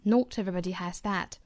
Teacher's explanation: 最后的这个 that 虽然是一个虚词但是它在一句的末尾所以要重读